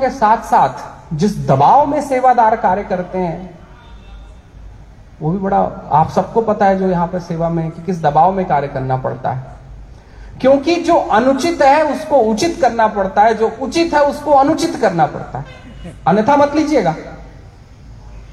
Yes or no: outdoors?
yes